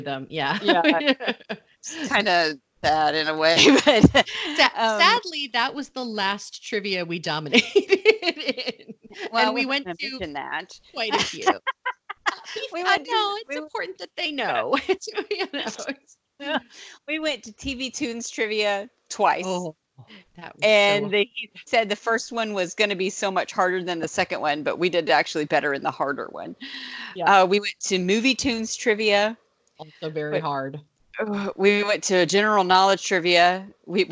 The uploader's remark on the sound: This week we are live on the Disney Magic discussing the cruise while on the cruise!